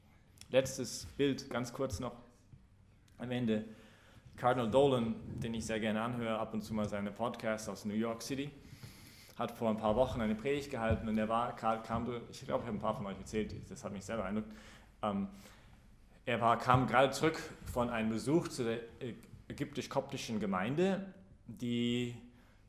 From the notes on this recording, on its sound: Predigt gestern bei der BeFree Messe im Zentrum Johannes Paul II: in Wien.